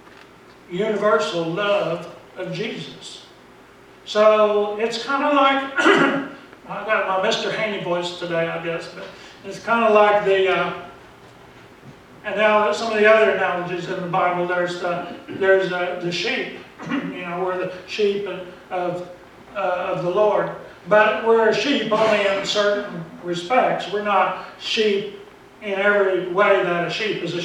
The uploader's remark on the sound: Preached at Briensburg UMC on October 27, 2019